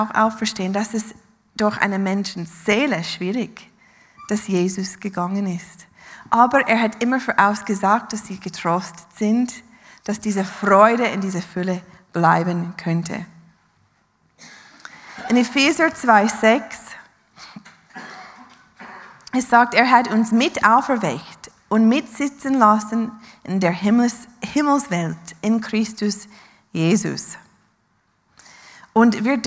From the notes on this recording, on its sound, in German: Live aus Winterthur der Dienstagsgottesdienst